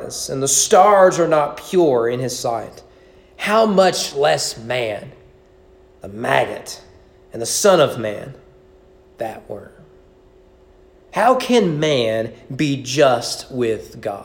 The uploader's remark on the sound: Sermon preached at East Frankfort Baptist Church on April 25, 2021 during evening worship